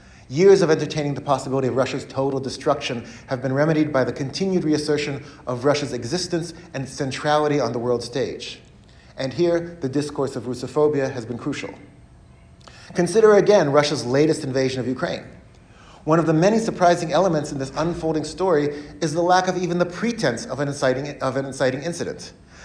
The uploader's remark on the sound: He gave this talk as part of a lecture series hosted by the Ellison Center at the University of Washington.